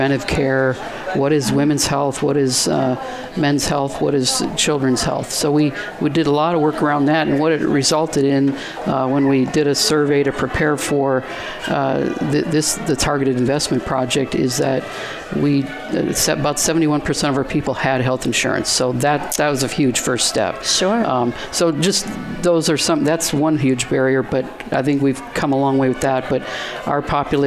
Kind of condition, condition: setting, busy venue